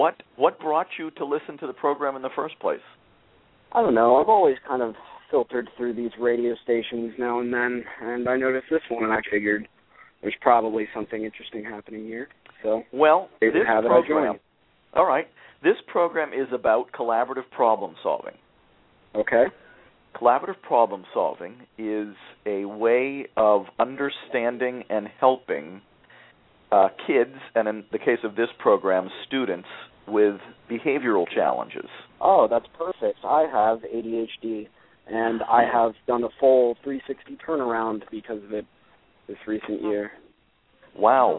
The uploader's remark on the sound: a student called into the program